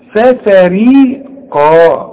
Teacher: والقاف هي العالية قوي في التفخيم